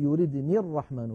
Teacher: يعني مثلا لما نقول إن يردني الرحمن بضر في سورة ياسين، إن يردني الرحمن أصلها يردني، هناك ياء متكلم، لكن هذه الياء لما نصلها بكلمة الرحمن نقول يردني الرحمن فتسقط الياء في اللفظ